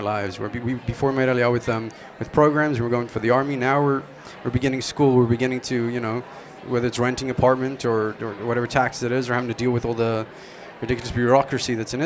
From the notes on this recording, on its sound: Broadcasts live from the Nefesh B'Nefesh Aliyah Mega Event at the Crowne Plaza Times Square in New York City.